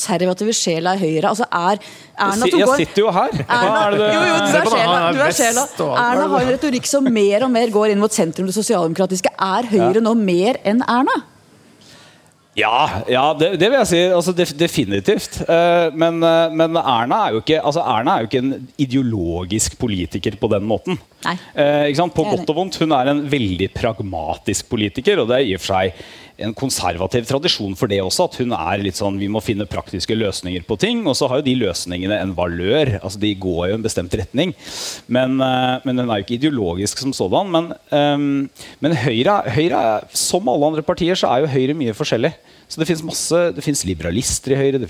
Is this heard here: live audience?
yes